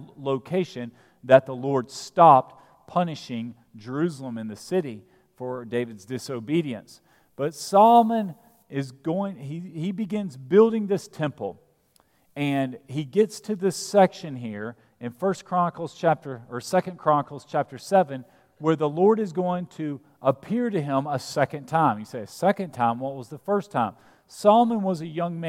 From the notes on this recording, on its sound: at Broadway Baptist Church, Lexington, Kentucky